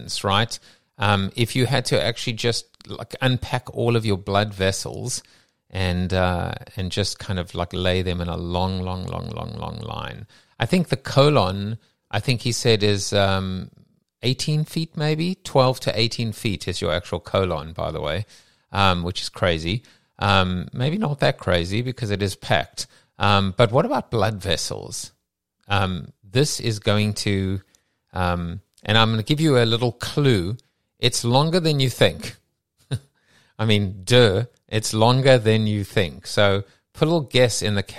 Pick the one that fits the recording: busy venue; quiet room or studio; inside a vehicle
quiet room or studio